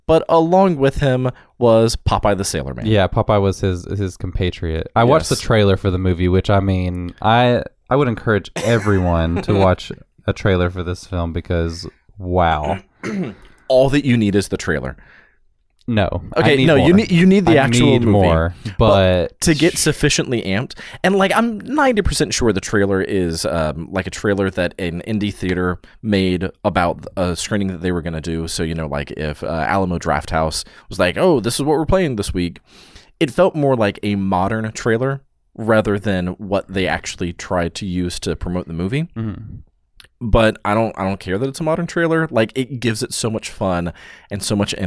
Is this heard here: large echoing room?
no